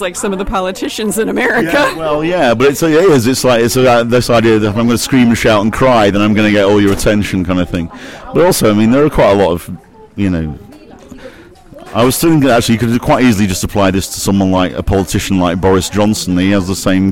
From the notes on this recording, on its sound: at a restaurant, shortly before the band’s gig at Sebright Arms